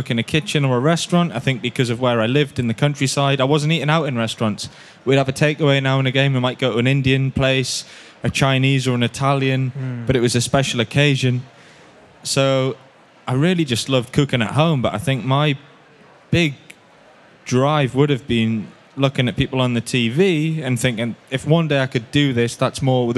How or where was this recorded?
busy venue